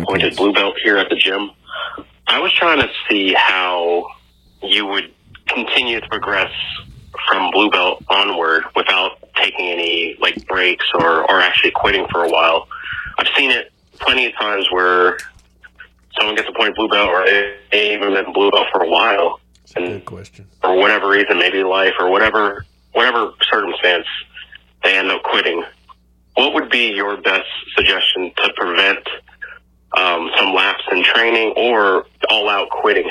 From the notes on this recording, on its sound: he brought his own guest to his call